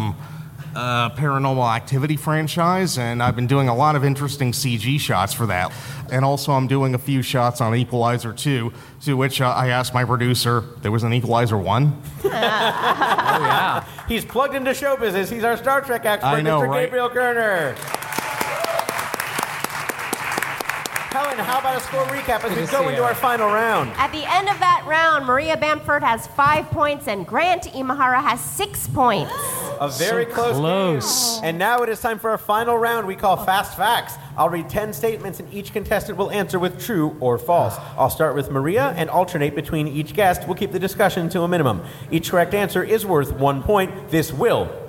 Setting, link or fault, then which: setting, busy venue